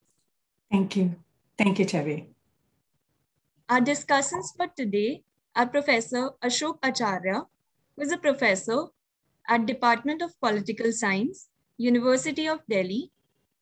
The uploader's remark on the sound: Zoom and Facebook Live